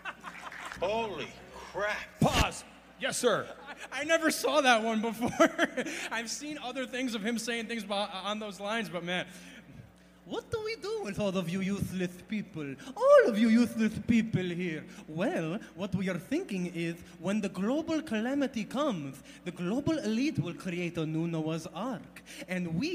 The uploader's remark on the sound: ReAwaken America Tour Special. Here is the segment that I had on stage with him and a cool montage of all the amazing people I met and experience I had in las Vegas at the Reawaken America Tour!